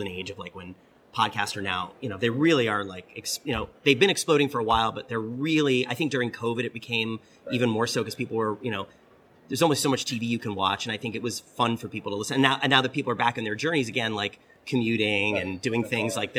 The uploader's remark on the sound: This latest episode was recorded last month while we were at LA Comic Con. This latest episode was recorded last month while we were at LA Comic Con. The folks there were able to connect us with this opportunity for an exclusive one-on-one interview.